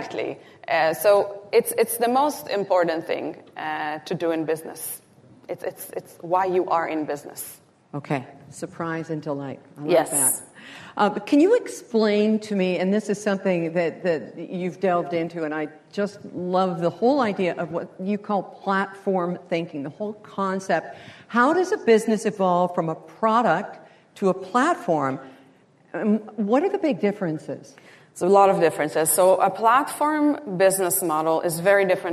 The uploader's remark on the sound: Live-recorded at the Canadian Real Estate Association’s (CREA) 2023 Leadership Summit. Our very first live recorded episode. Live on stage.